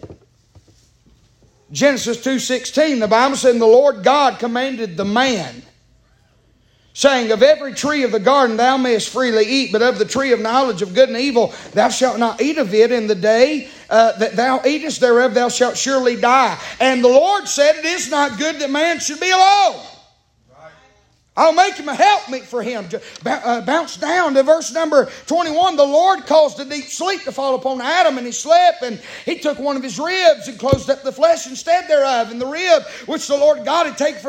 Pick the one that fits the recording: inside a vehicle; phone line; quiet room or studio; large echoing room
large echoing room